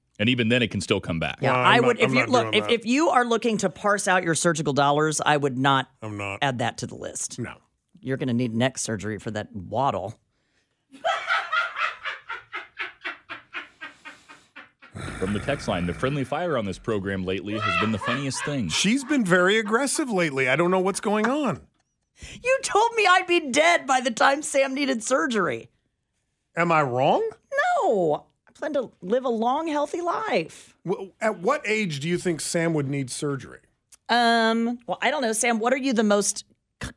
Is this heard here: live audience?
no